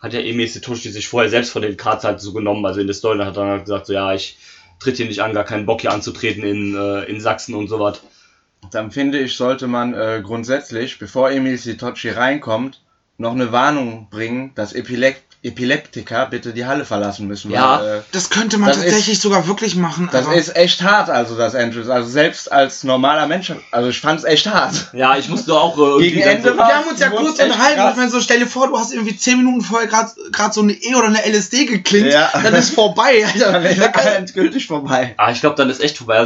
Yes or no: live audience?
no